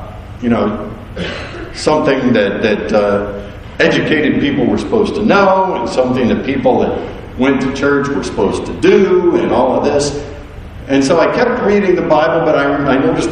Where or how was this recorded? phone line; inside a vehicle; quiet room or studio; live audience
live audience